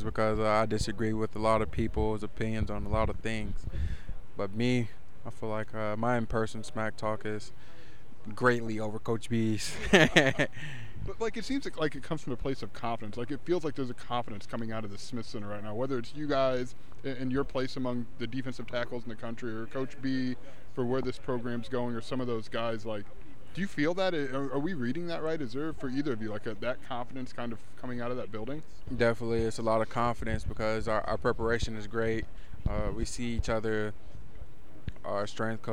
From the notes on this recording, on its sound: Live from Big Ten Media Days.